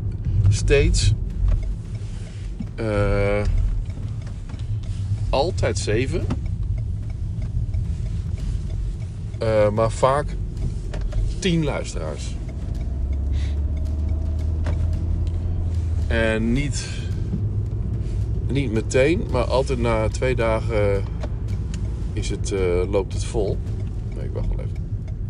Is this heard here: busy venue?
no